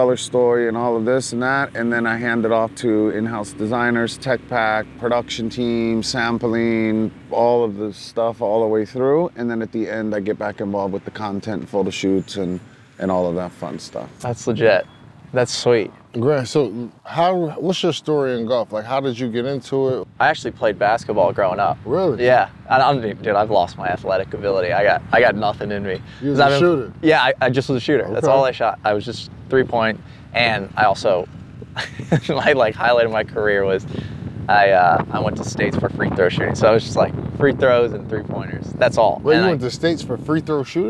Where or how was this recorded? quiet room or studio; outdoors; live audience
outdoors